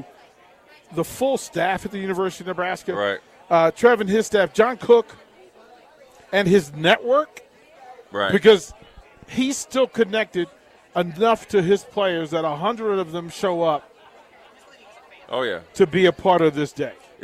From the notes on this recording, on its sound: LIVE from Berry's (Volleyball Day In Nebraska)